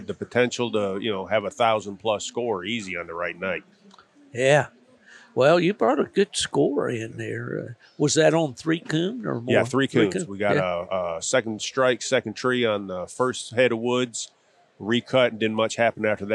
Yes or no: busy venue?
yes